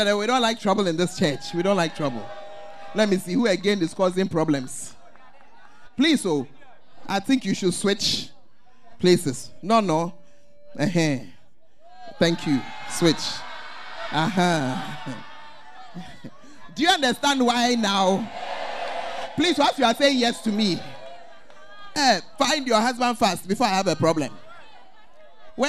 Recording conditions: large echoing room